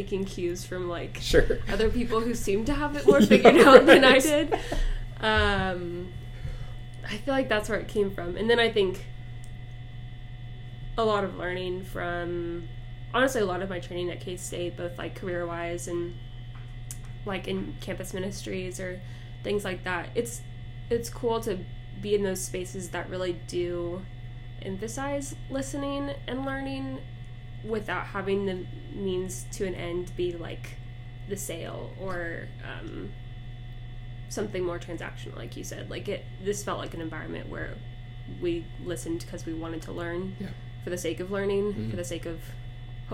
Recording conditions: hum or buzz